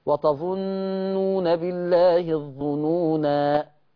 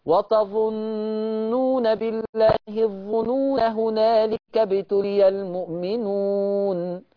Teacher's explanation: ما فيش الف، نون مفتوحه بس · Shown in: second take · خلاص حذف الالف وصلا.